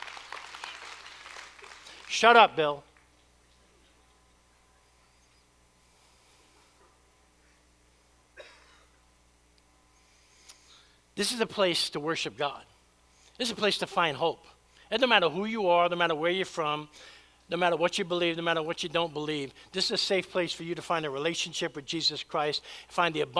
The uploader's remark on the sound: preached at Church of the Savior